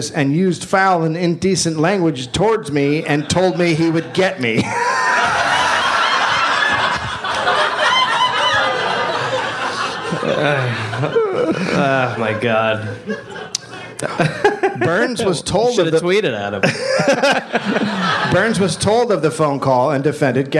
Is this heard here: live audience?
yes